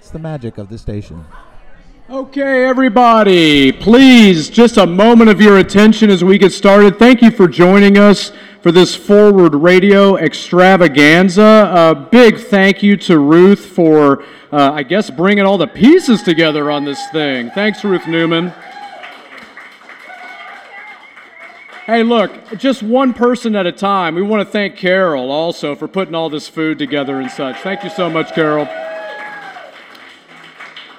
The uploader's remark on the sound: WFMP pulled volunteers, supporters, and friends of the station together for a special celebration. Listen in to hear a recording of our live broadcast from the party.